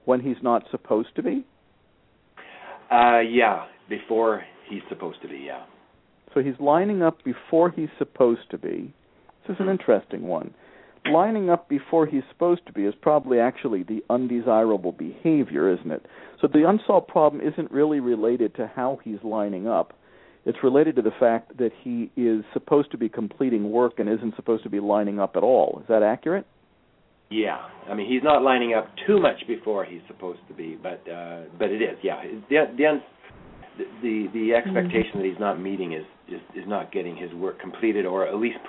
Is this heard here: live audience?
no